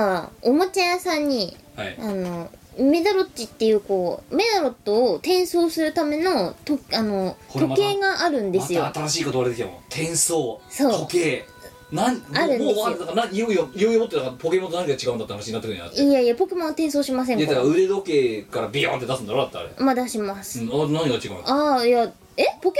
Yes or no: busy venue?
no